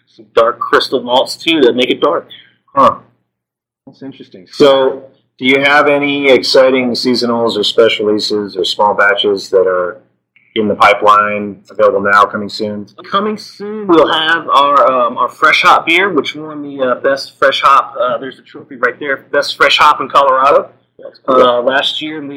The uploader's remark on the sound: Forgive any issues with sound quality on this episode. We had a small microphone glitch while recording.